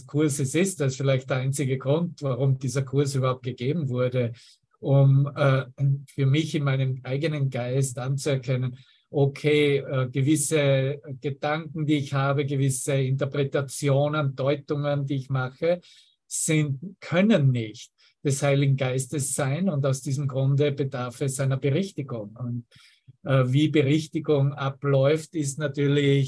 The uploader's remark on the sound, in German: Zoom-Session. Veranstaltet von der Aleph Akademie.